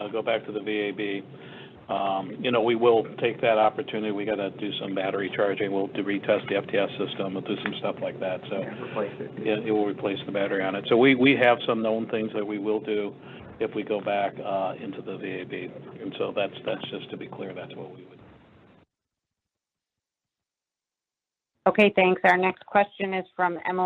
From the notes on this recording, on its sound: On Friday, officials talked with reporters about the testing data. That teleconference audio is in this podcast.